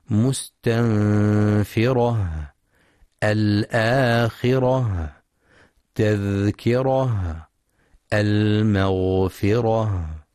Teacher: فليحرص القارئ لتوضيح مخرجها من أقصى الحلق، ويراعي صفة الهمس بجريان النفس عند النطق بحرف الهاء